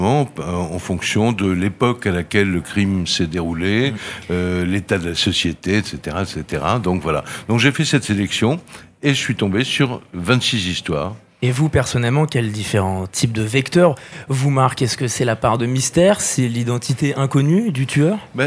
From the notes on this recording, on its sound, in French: Faites Lire 2022. Sur les radios de la FRAMA en direct du salon du livre dimanche 2 octobre 2022.